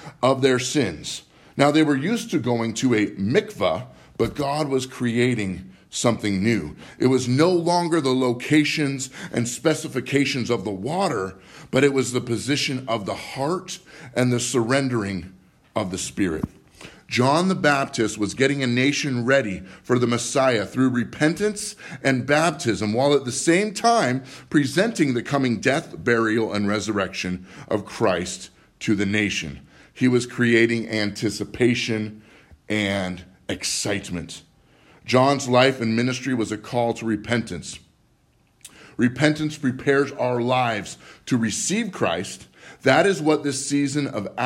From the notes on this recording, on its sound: Live from Living Word Lutheran